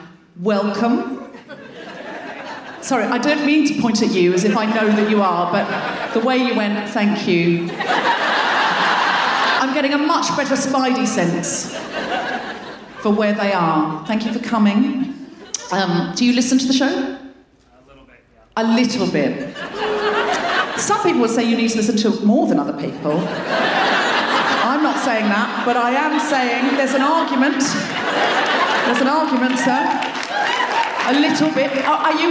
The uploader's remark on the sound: Recorded 12 January 2020 at Danforth Music Hall in Toronto.